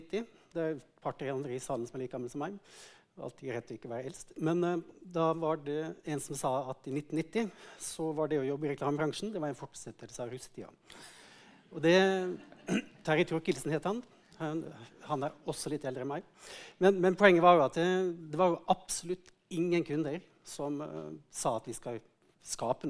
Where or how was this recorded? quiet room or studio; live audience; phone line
live audience